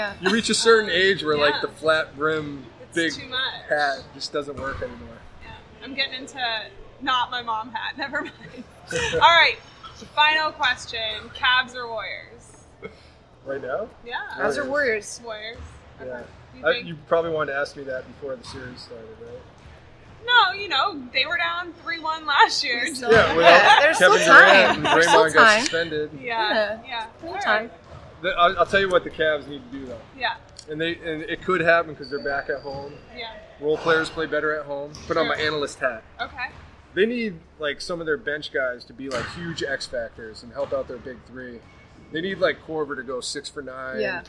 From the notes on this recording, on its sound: We recorded in a loud gym so be patient with the audio